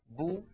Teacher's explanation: لو صاحب ذلك انضمام للشفتين لانضمت الباء بو، ودون أن يصاحب ذلك انخفاض للفك السفلي لأنه لو صاحب ذلك انخفاض للفك السفلي لانكسرت الباء بي.